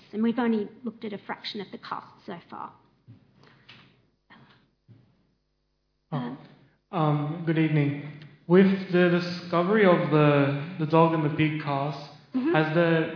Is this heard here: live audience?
yes